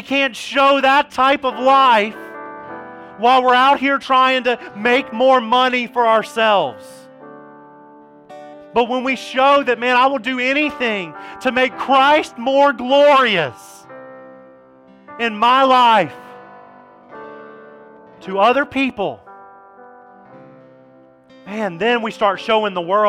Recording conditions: large echoing room